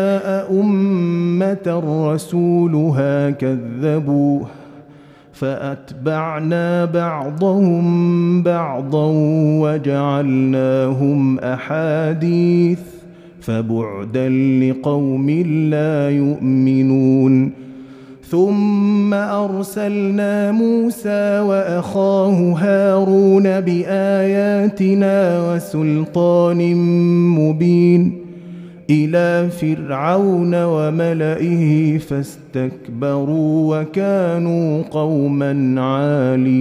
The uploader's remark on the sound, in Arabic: مسجل من صلاة التراويح بمسجد السلام بحي مشرفة بجدة.